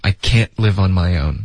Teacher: 前面的 can 有一个干脆的停顿